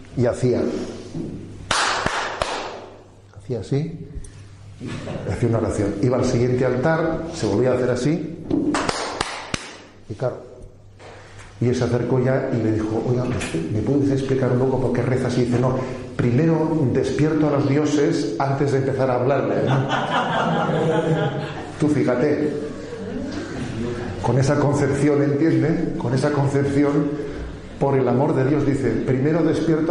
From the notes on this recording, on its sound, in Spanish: Es una charla-catequesis grabada en Salvatierra el 5 de julio de 2016 en el campamento de niños y adolescentes (de 12, 13, 14 años) del MEJ (Movimiento Eucarístico Juvenil).